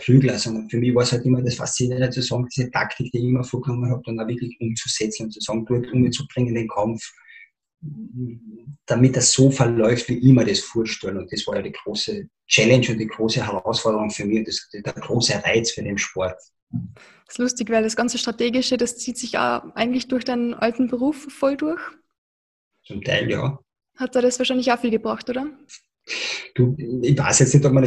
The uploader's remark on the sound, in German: Im Zoom-Interview.